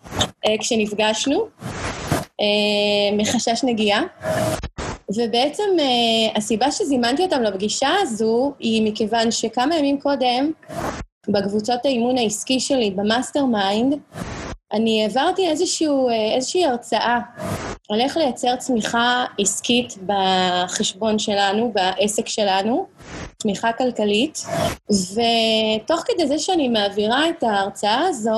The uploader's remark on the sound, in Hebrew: הפרק הפעם הוא הקלטת אותו ובינר